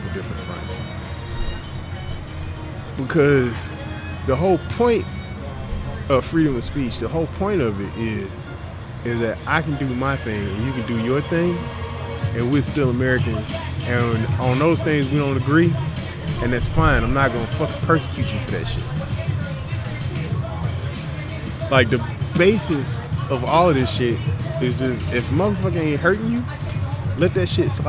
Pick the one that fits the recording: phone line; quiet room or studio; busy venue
busy venue